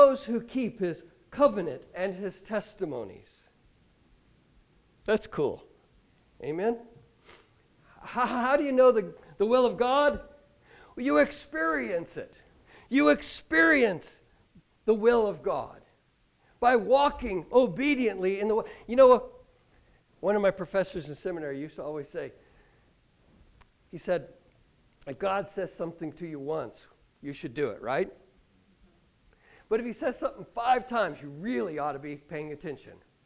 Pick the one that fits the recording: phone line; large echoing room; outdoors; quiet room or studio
large echoing room